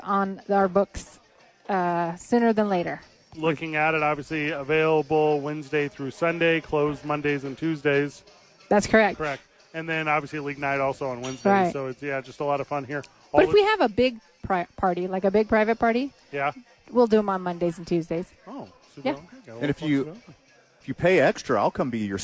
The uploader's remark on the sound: live from ABQ AXE